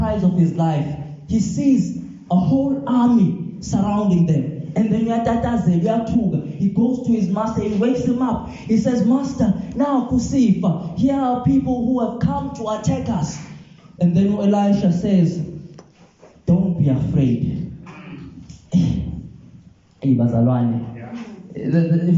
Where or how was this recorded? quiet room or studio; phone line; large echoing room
large echoing room